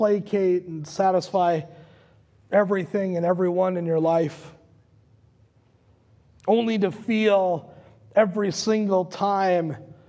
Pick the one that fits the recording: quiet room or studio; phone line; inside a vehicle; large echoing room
large echoing room